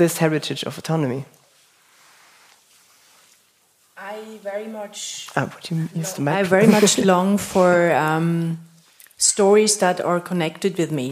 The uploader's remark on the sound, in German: Eine Live-Diskussion aus dem Tanzhaus in Zürich